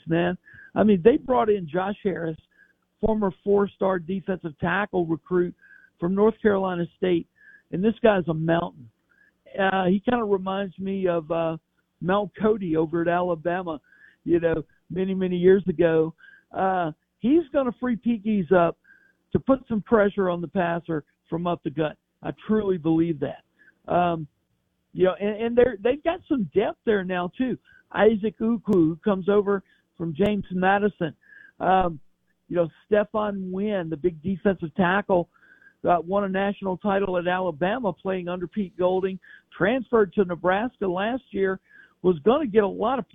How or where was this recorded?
phone line